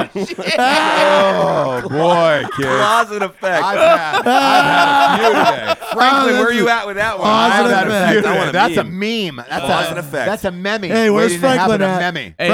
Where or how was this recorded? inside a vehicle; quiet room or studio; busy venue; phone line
busy venue